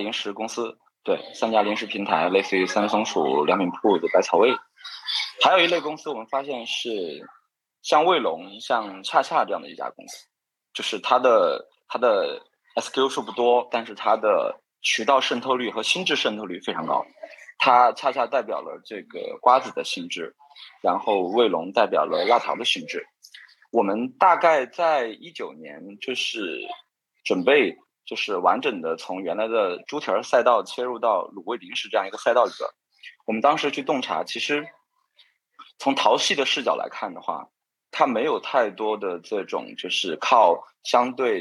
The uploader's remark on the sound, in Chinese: 本期内容是CBNData「新消费“真”言·系列云上对谈」圆桌对谈第三场直播实录。